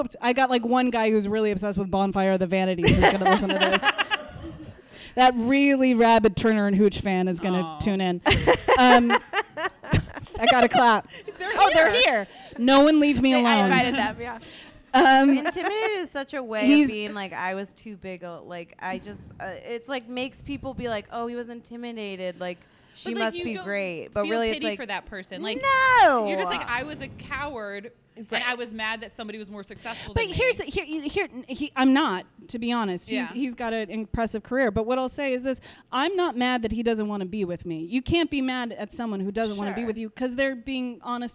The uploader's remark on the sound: LIVE at The PIT in New York City. Continual updates on how our audio levels are doing.